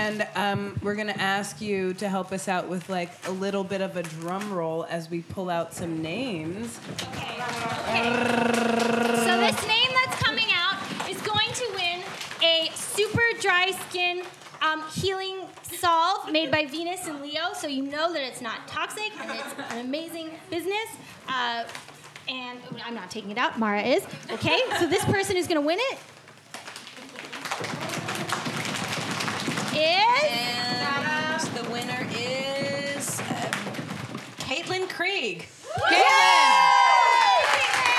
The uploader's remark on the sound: Recorded Live at The Magnet Theater.